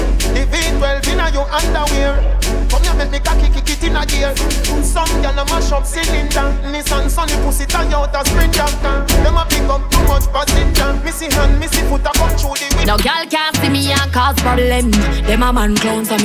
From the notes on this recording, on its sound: Live At Happy Hour in Brooklyn